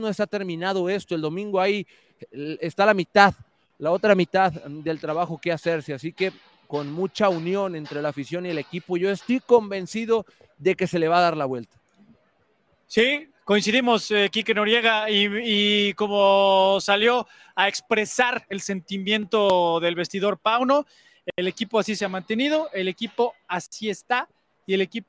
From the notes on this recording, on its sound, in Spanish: en vivo, desde el Estadio Jalisco